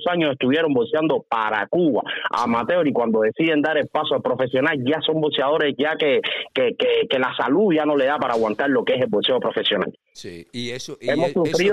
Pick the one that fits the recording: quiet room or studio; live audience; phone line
phone line